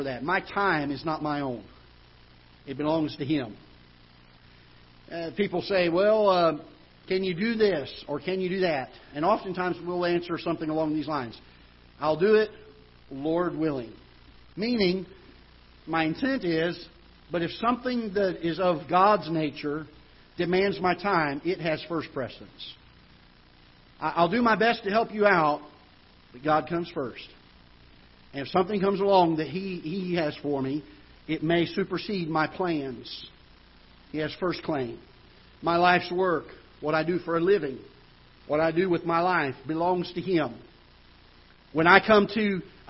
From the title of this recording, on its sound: Ketha Heights Baptist Church ~ Live Broadcast